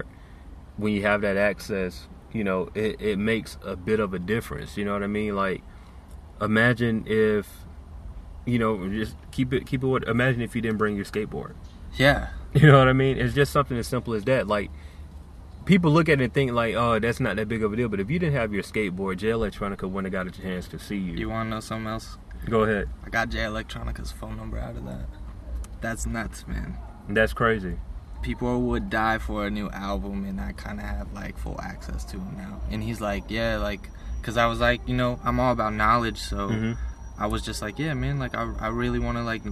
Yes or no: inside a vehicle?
yes